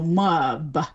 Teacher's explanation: insert an extra vowel between the M and the B